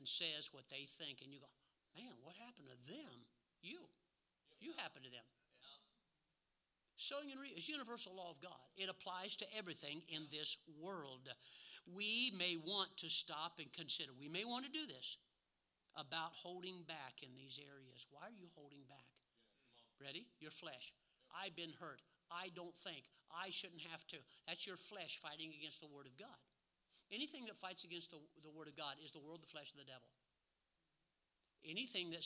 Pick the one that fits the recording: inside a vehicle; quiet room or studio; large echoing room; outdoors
large echoing room